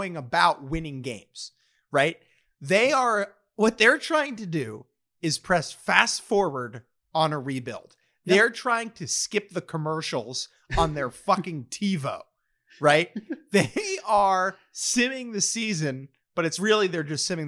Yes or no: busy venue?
no